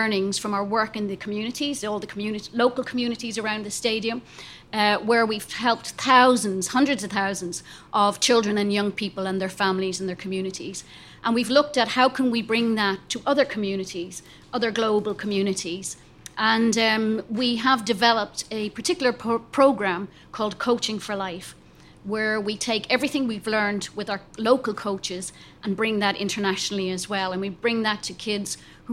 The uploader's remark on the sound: This show was recorded in front of a live audience at The Victoria Tavern.